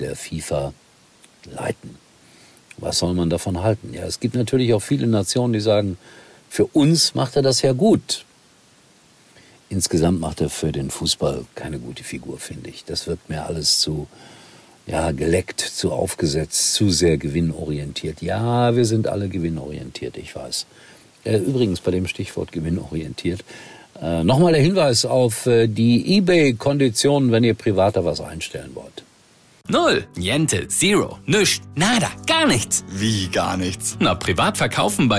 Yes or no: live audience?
no